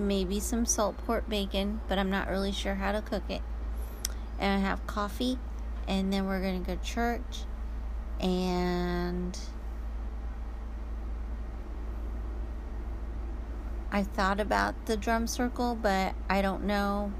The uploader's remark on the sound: In the Car ramblings